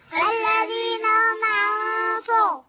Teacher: نون ساكنة مخفاة بغنة مفخمة حركتين